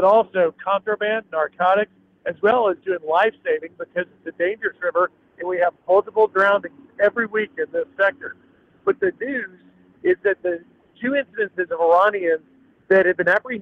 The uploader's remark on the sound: is live at the border while CBP speed boats are operating behind him